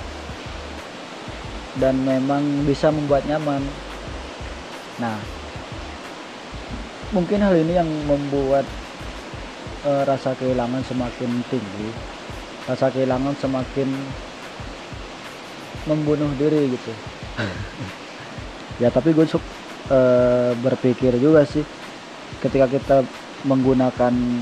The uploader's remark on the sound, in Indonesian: Btw ini direcord berbarengan sama turunnya hujan.